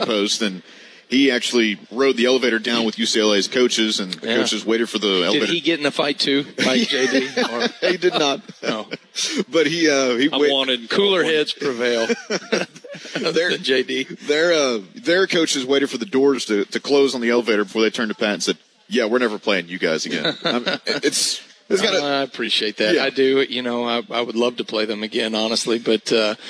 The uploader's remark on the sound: live from Baumhower's Victory Grill